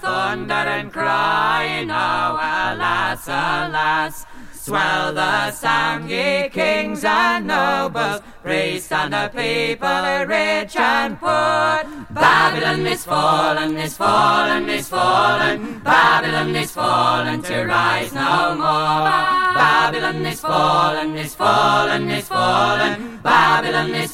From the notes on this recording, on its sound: Recorded in a parking lot aka car park on the outskirts of Austin, Texas in the sweltering heat.